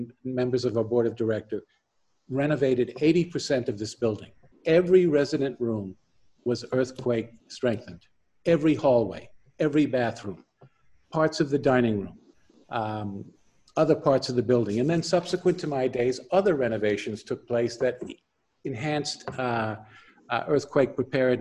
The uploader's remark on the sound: This interview was conducted over Zoom